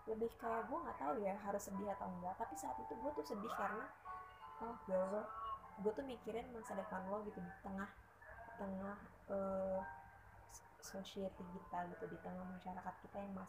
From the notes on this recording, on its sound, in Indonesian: Audionya kecil ya, use headphone for better experience (volume up)